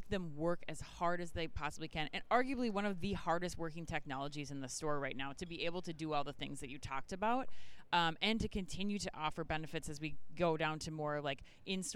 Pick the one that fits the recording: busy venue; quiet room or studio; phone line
busy venue